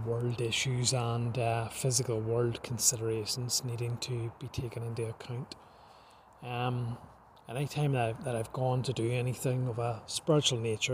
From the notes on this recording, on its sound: An odd podcast that was recorded the previous night when I was trying to detox myself in nature. Please don't be put off by the lack of polish,this was recorded in nature itself at dusk.